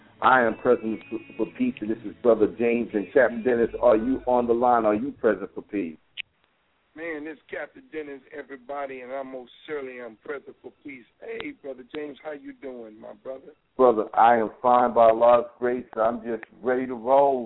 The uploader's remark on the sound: Anchored by one of The Keys 107 (Blog Talk Radio) hosts, members call in and talk about what’s happening with the PeaceKeepers in their neighborhood.